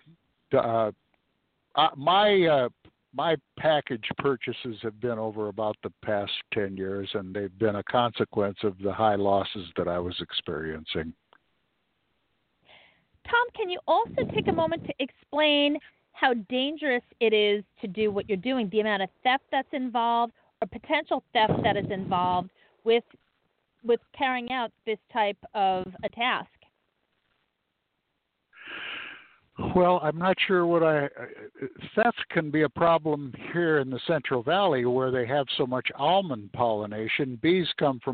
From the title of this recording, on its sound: Live From The Honey Bee Yard